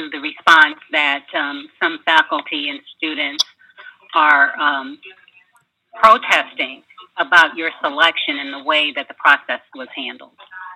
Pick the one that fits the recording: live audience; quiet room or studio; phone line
phone line